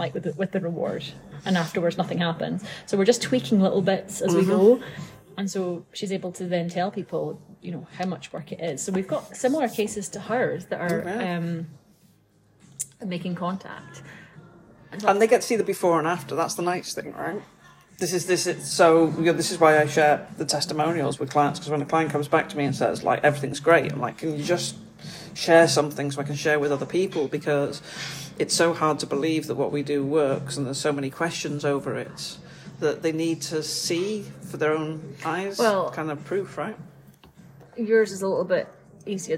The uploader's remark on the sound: this episode is recorded in a restaurant so may have more background noise than a usual podcast